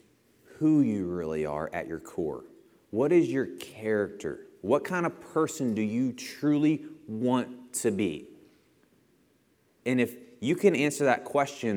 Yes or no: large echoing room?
yes